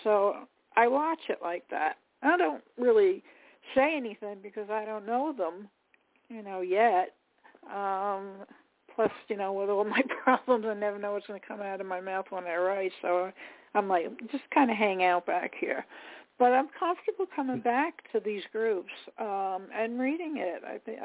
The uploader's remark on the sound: Those who call in will form a panel who'll describe, and be critical of, NAASCA's tools, programs, services.